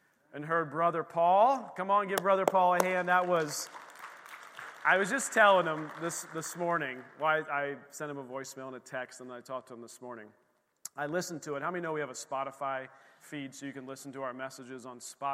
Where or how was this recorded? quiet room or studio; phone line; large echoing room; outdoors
large echoing room